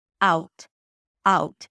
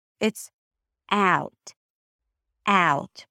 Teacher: if you want to sound closer to American speakers, then you want to bring your tongue forward to the A sound · Shown in: second take · IPA: æʊt